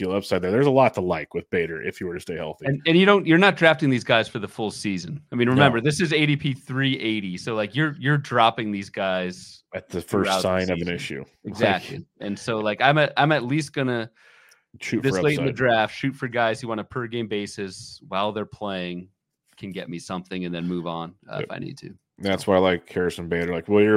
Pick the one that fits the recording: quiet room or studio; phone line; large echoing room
quiet room or studio